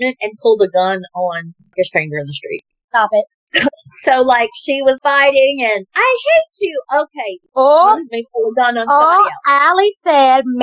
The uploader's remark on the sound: Excuse the audio, first timers here